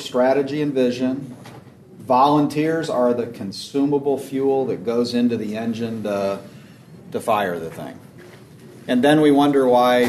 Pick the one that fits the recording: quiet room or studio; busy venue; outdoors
busy venue